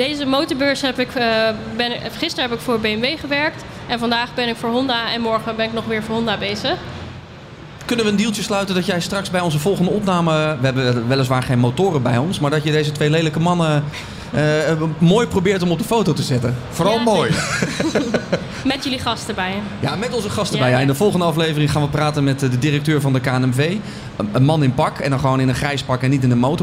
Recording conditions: busy venue